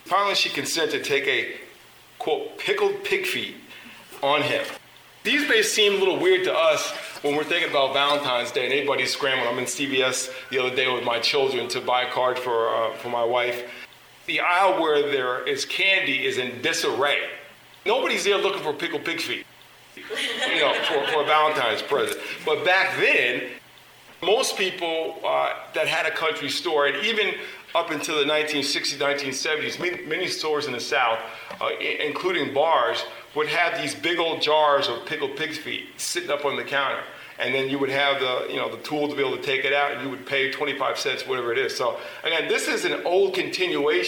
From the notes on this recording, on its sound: Recording of a lecture. Did at Harvard University.